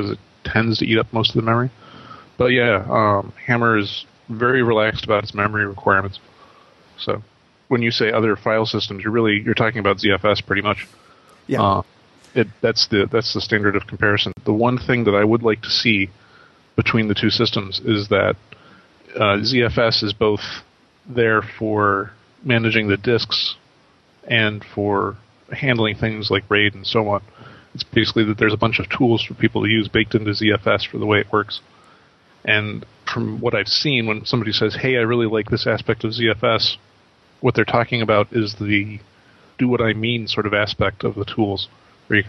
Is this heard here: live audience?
no